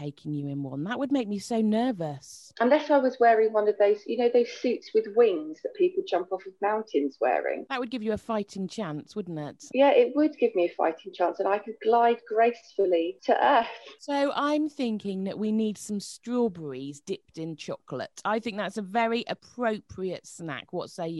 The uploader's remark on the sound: it may sound a little different as we are in lock down so recorded 'virtually' over the internet